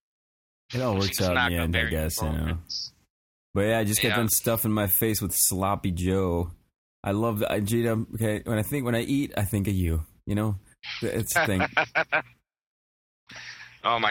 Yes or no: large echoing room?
no